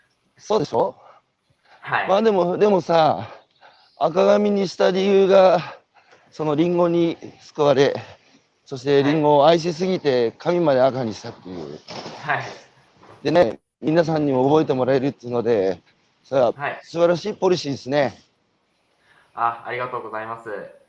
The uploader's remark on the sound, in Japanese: 長野市のリンゴ農園「株式会社フルプロ」。歩きながら1時間、対談する。